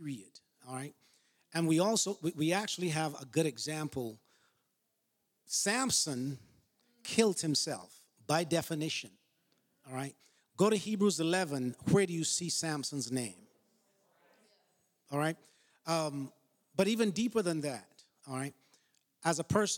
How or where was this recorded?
live audience